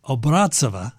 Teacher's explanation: Obrazova is probably the correct pronunciation, accent on the second syllable